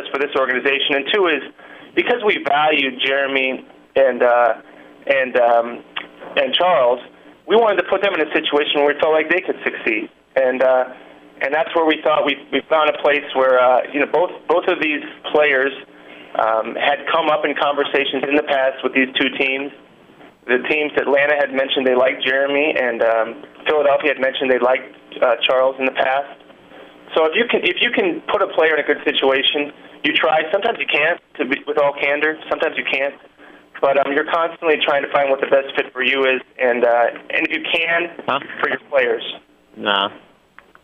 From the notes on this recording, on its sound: Conference Call.